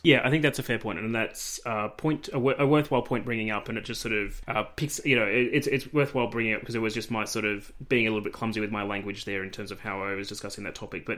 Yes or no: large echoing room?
no